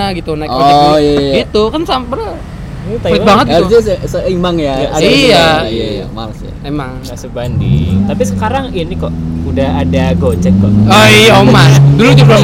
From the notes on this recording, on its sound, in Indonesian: Take kali ini di pinggir jalan, dinikmati ya ambience kendaraan bermotor mondar-mandir.